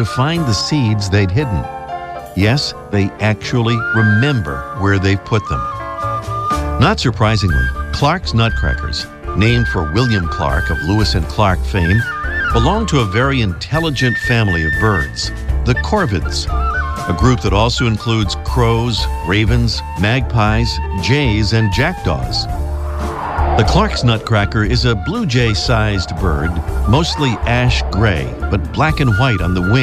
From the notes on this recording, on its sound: a live report from a Christmas Bird Count